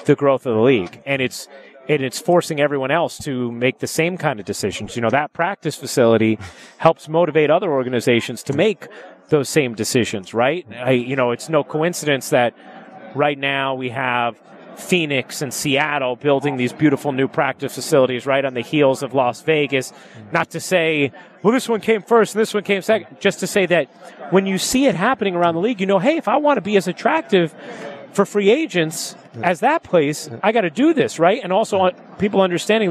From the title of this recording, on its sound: Live from Brooklyn at the Barclays Center